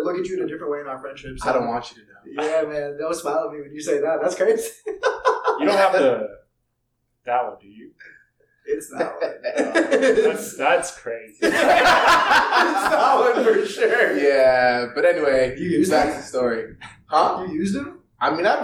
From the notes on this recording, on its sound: We know it's not perfect and we're working on improving our audio